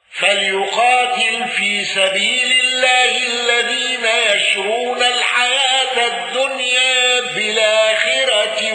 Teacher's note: ابن ذكوان بالسكت على أل